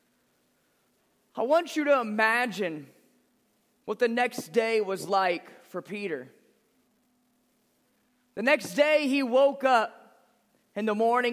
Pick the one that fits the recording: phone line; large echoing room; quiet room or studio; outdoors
large echoing room